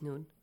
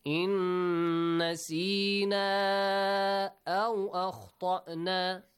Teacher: Noon sakin plus noon. Idgham. Idgham. Merge the sound. · Term: idgham mithlain